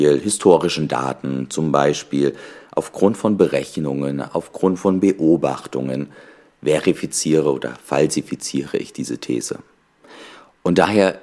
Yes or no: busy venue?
no